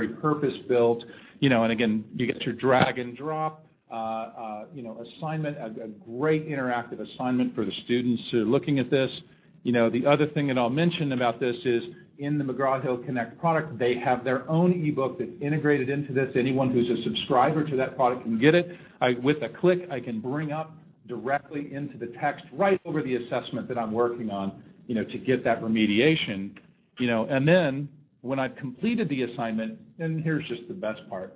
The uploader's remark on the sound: SLATE 2010 Conference Keynote